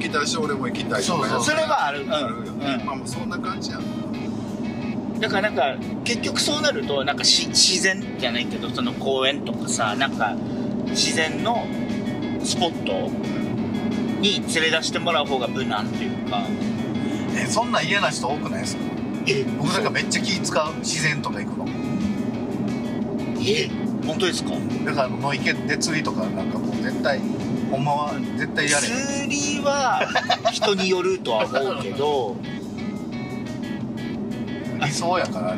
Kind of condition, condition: setting, inside a vehicle